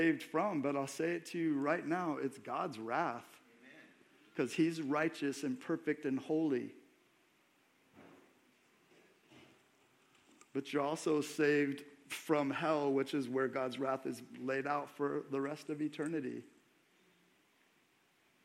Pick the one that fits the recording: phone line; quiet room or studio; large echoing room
large echoing room